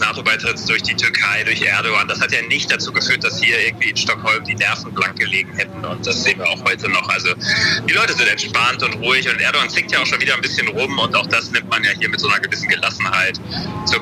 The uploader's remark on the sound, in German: In einer Sonderfolge zum Ukraine-Krieg melden wir uns live aus dem "Café Rossiya" (Café Russland) in Berlin.